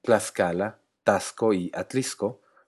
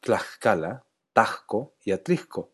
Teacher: el sonido sh se cambió por uno de s · Shown in: first take · y también sobrevivió al cambio a j.